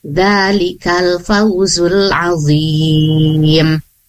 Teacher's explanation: cara untuk membaca huruf z walaupun dalam keadaan kasroh tetap harus menjaga ketebalannya dengan cara dzalikal fawzul azim. · Term: itbaq